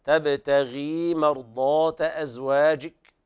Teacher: الفتح تبتغي، ولا بد من مراعاة إثبات المد، تبتغي مرضاة أزواجك، ومرضاة حكمها الألف تفخم لأنها سبقت بحرف من حروف الاستعلاء والإطباق